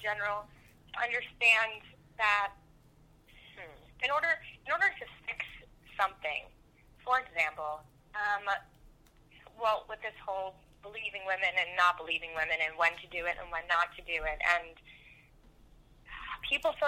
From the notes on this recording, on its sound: We thought we'd air this phone conversation we had.